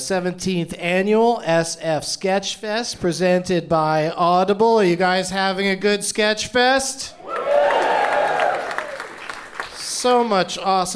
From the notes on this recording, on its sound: Live from San Francisco Sketchfest